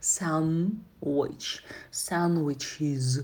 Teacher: А в слове sandwich d звук не читается никогда